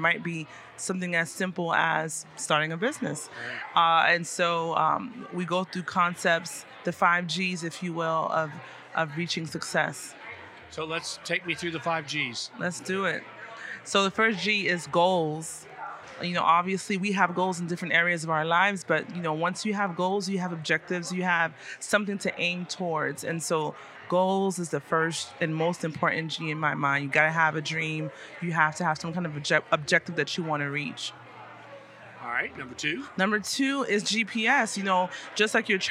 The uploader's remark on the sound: Recorded live at this year’s Florida SBDC Network Small Business Success Summit hosted at The Westin Fort Lauderdale Beach Resort.